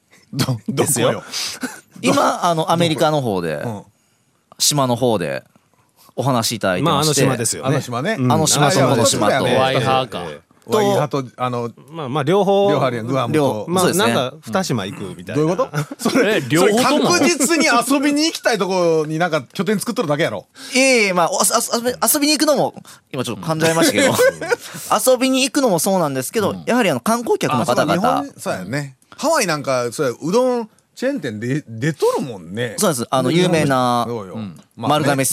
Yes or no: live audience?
no